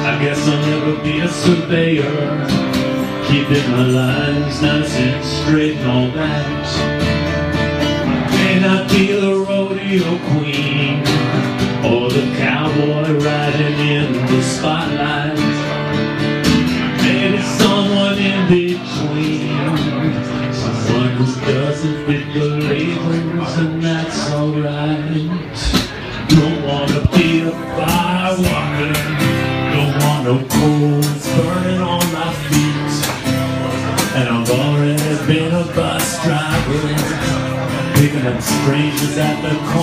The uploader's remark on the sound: Live In Hammersmith